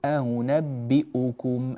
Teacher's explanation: نسهل الهمزة الأولى ونحقق الهمزة الثانية · Term: الهمزة المسهلة